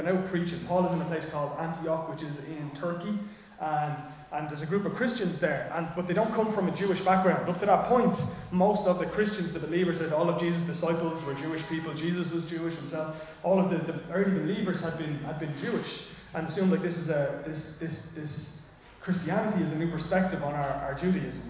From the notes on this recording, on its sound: Recorded live in Liberty Church on 25 February 2024